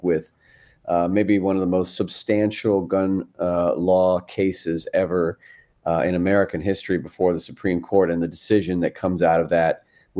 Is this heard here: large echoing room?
no